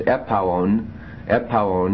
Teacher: And so it's a shorter suffix, syllable-wise, so your accent gets to go further forward. It's no longer on the pow syllable, it's on the augment now.